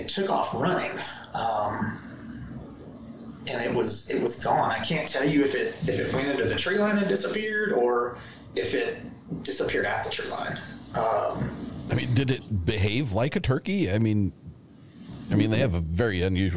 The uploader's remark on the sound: We had numerous technical issues getting through this episode